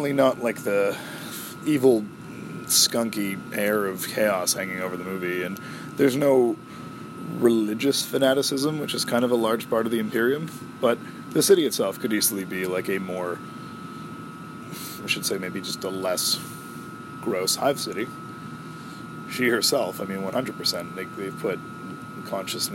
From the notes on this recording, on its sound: I'm getting mixed reviews on the background white-noises in my recording area, so I'll try a newer (more silent) room for the next taping.